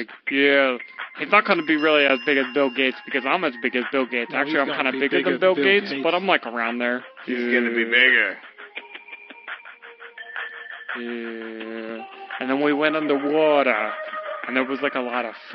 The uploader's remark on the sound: While we were on hold with Fox 25 in Boston